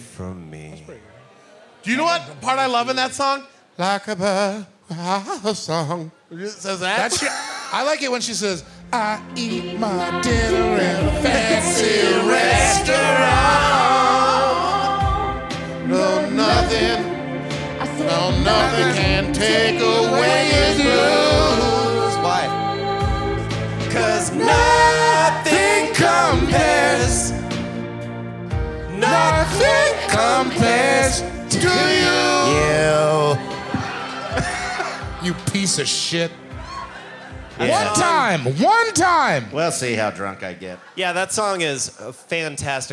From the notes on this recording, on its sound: This was recorded live at the 2019 High Plains Comedy Festival in Denver, Colorado. Plan 9 Studios. 3 Kings Tavern.